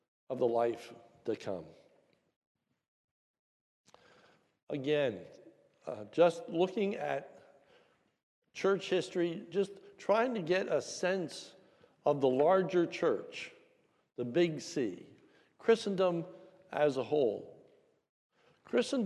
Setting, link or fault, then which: setting, large echoing room